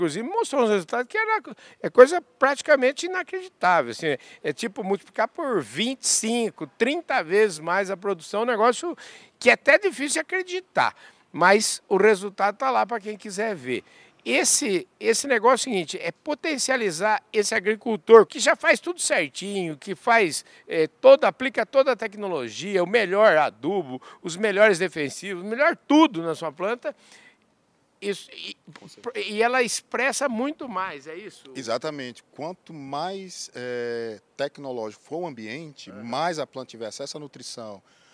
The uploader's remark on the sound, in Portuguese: Prosa exclusiva gravada no Centro de Pesquisas e Inovação em Gases de Efeito Estufa, durante o “Energy Transition“, evento que aconteceu em São Paulo, com o prestígio da presença da prateleira de cima do setor.